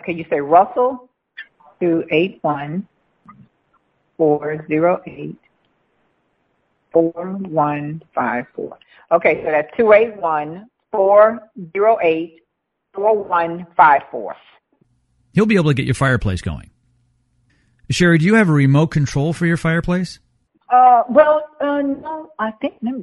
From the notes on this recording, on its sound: Check A Pro Radio Show. Takes phone calls from listeners.